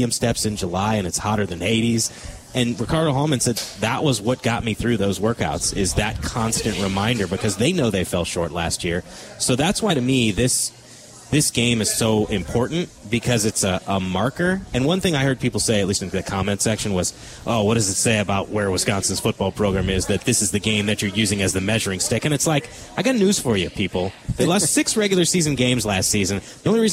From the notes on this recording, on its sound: live at Monk's in Sun Prairie